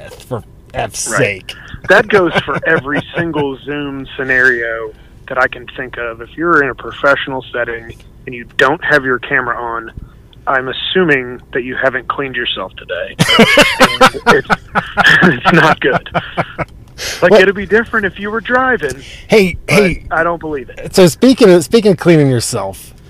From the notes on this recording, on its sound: The sound quality for this podcast isn't great. Were both in parking lots during the recording of this podcast.